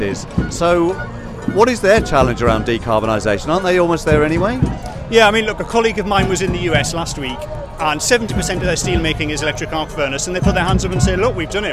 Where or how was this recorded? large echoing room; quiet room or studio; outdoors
outdoors